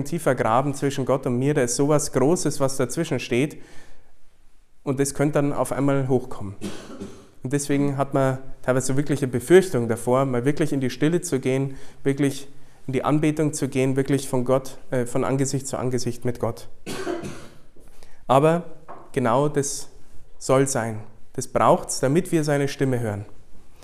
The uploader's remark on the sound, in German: Vor ein paar hungrigen Leuten, die mehr von Gott wollen. Diesen Vortrag hielt ich bei der "Nacht der Anbetung" in Wolfsburg.